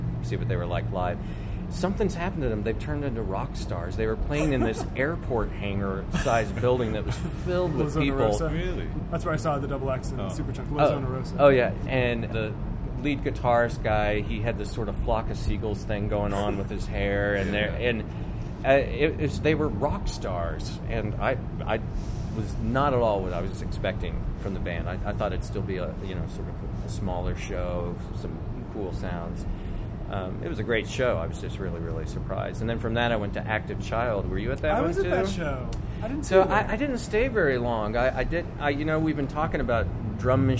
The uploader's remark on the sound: At the weary end of every night throughout South By Southwest. Met up on the Austin streets to break down all the events of the day.